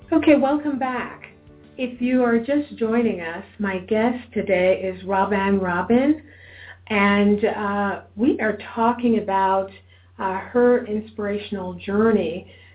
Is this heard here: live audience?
no